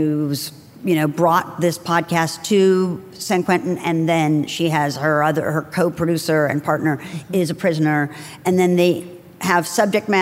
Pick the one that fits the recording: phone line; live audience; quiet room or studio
live audience